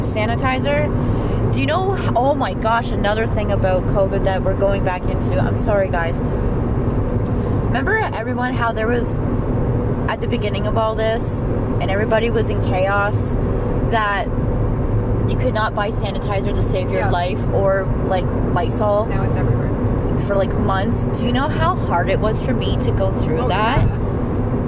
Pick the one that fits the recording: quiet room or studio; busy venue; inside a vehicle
inside a vehicle